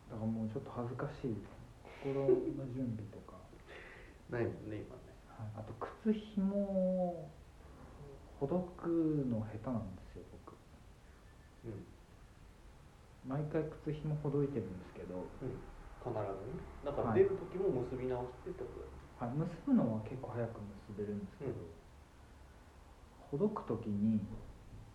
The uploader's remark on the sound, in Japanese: 11:40ごろまで音小さいです